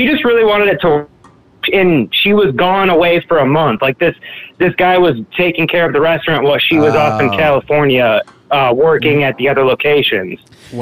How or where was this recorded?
phone line